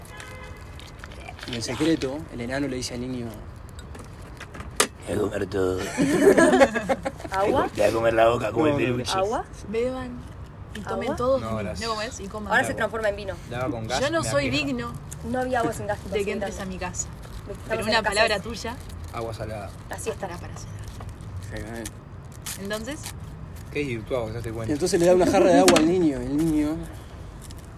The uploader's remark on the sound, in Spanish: perdón por los ruidos raros